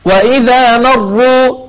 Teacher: مروا، ومن الأخطاء المنتشرة في هذه الآية أن بعض الناس يفخم الميم لأجل وجود الراء المفخمة، فيقول وإذا مروا ما مروا، هذه الما لا توجد في اللغة الفصيحة، لا نقول ما، نقول ما ما، فنقول وإذا مروا، فنرقق الميم ونفخم الراء